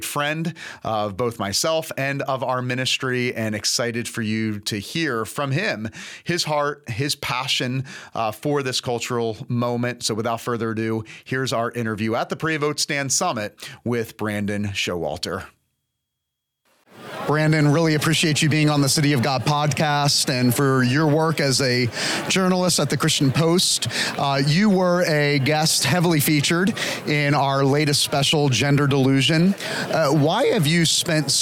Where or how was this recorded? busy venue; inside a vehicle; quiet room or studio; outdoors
busy venue